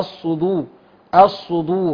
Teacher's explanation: طبعا الصاد مفخمه فالدال بعدها مرققه